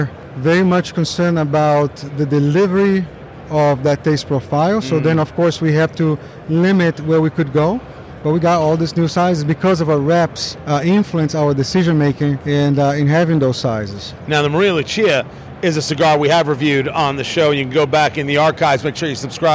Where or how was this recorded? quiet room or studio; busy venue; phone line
busy venue